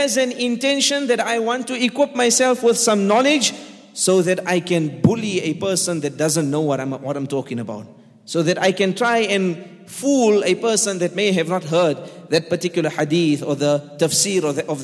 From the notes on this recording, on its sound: at The Houghton Masjid (West Street)